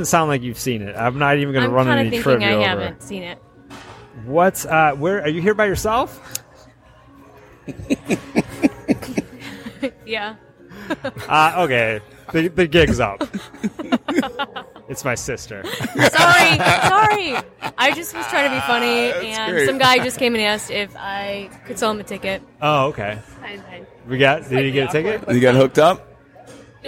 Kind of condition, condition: setting, busy venue